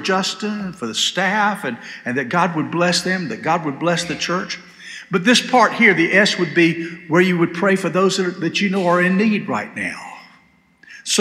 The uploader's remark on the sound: This sermon was delivered on September 3, 2023 at First Baptist Church Hendersonville, NC.